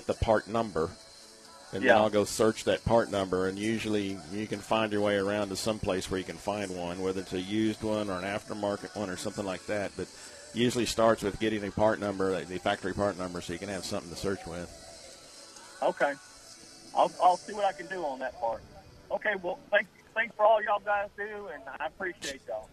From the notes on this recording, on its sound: Live remote at the First Annual Car Show at the Magnolia First Baptist Church.